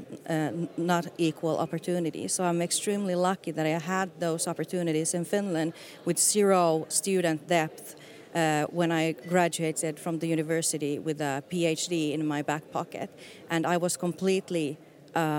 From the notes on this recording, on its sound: a second recording from this year’s WISE Summit in Paris